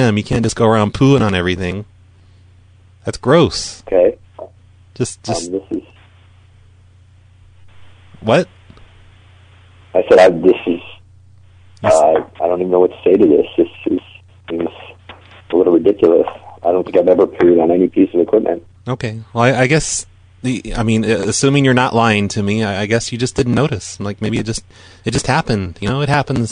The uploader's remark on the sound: Prank Phone Calls